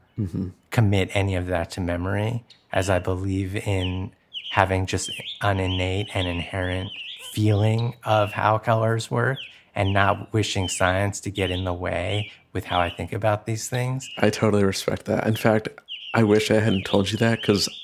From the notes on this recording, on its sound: Ambient bird sounds